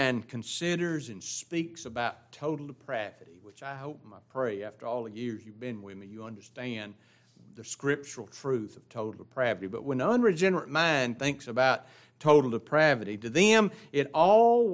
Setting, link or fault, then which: setting, large echoing room